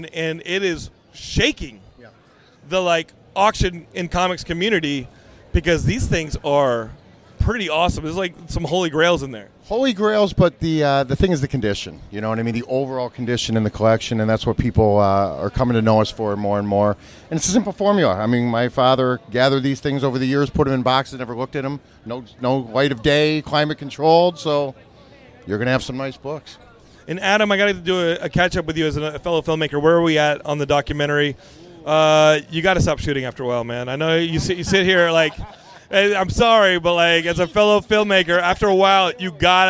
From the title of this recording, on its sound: Geekscape at San Diego Comic Con 2023 Day 2!